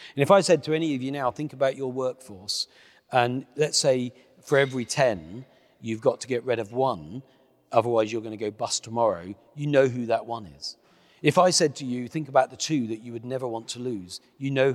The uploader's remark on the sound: we held a private, invitation only, live viewing of the podcast episode